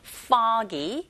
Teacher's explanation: 이 철자 오 자체의 강세가 있게 되면 거의 아에 가깝게 들리는 현상이 일어나거든요